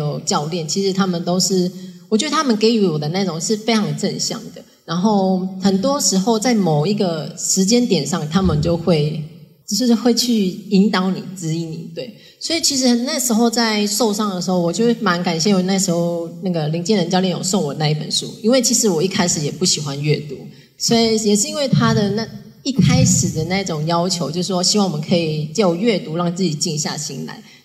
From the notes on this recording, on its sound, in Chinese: 現場錄音。